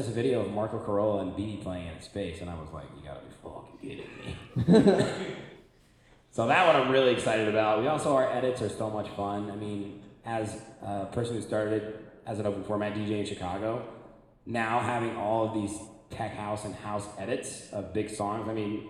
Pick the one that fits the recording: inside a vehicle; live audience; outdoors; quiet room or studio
live audience